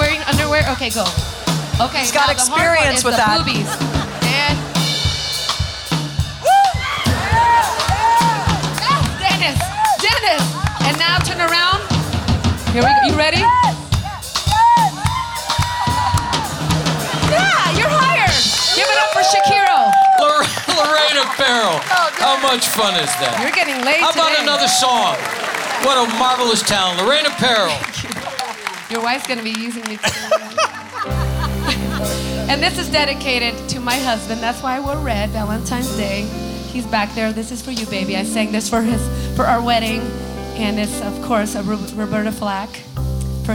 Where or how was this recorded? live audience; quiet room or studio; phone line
live audience